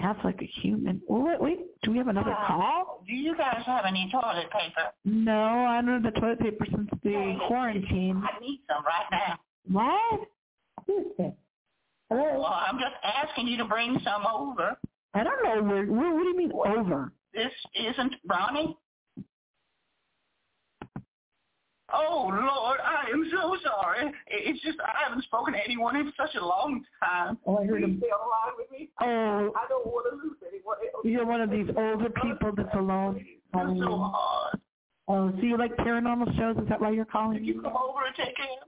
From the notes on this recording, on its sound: we hardly ever get any phone calls into the show, but something tells me tonight's going to be different